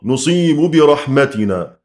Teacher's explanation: يجوز أن نأتي بالروم فنفك الإدغام نصيب برحمتنا، ويجوز أن نأتي بالإشمام يعني أن نشير إلى حركة الحرف المدغم نصيب برحمتنا إشارة بالشفتين إلى الضم.